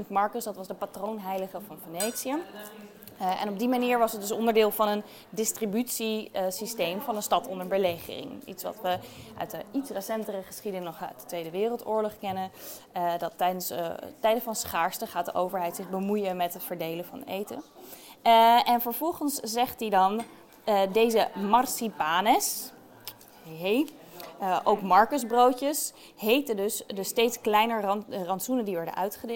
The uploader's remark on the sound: live vanaf het Foodie Festival in Amsterdam!